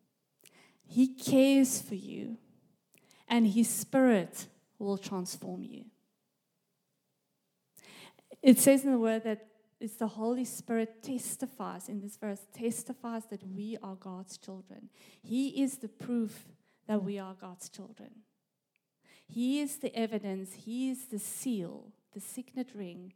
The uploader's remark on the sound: This message was recorded live at our Malmö Gathering on Sunday, June 11th, 2023.